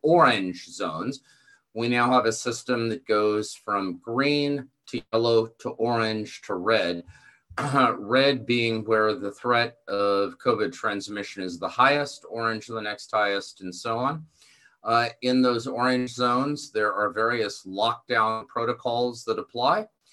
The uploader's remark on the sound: This event was presented as a live webinar November 14, 2020